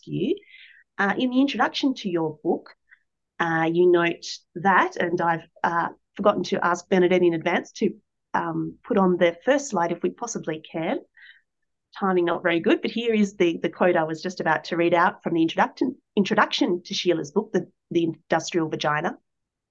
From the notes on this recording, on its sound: A live webinar.